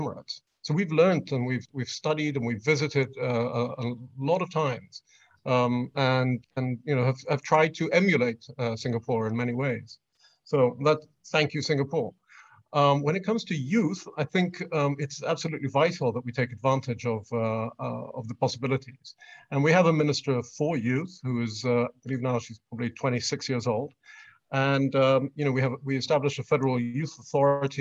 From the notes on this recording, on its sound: This public lecture was conducted online via Zoom